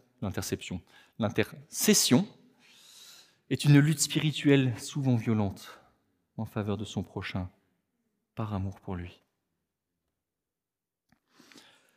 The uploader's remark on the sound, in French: Enregistré à l'église CVV